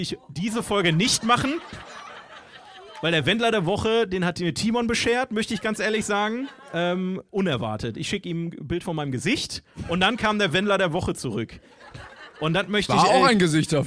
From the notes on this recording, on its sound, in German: Jede Folge wird live vor Publikum aufgeführt